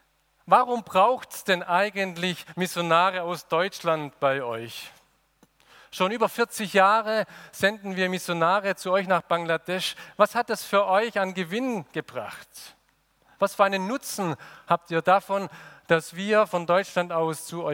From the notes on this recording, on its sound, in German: Aus dem Gottesdienst der Liebenzeller Mission.